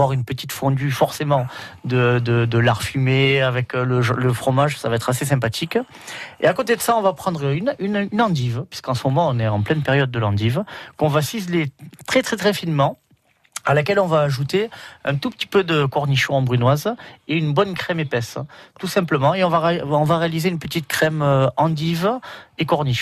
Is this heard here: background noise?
no